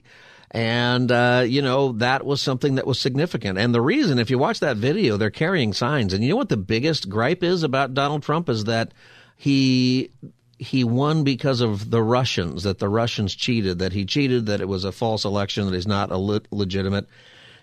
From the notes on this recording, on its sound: Listeners call